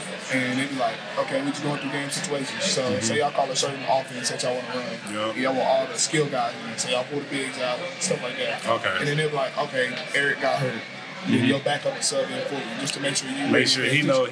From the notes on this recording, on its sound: Recorded at Eskimo Joe's on Wednesday, November 8, 2023.